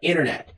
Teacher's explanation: Internet, a gente tem aqui uma sílaba que termina com N, N, e daí a gente tem uma começando com T. A gente simplesmente, os americanos muitas vezes, simplesmente engolem esse T e fica Internet.